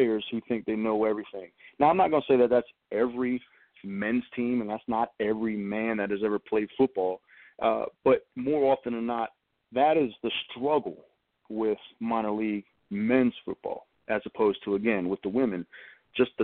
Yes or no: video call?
no